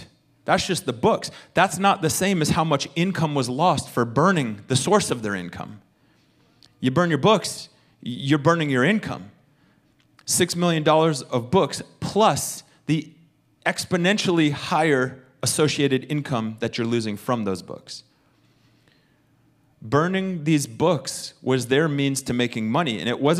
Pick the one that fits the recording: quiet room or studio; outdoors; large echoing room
large echoing room